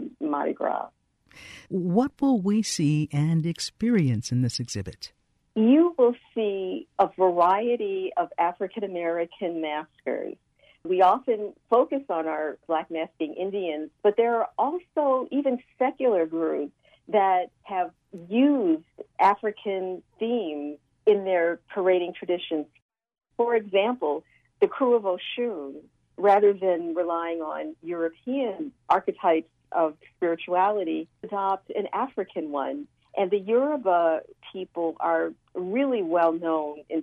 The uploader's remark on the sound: joins us by phone